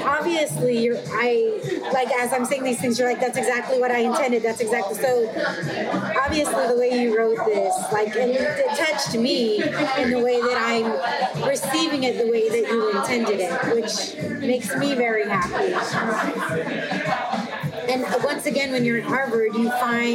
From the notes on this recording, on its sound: Thank you WetStone Wine Bar for hosting